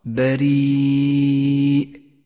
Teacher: والآن اقرأ كلمة بريء ولاحظ الباء المرققة والراء المرققة، رققت الراء هنا لأنها مكسورة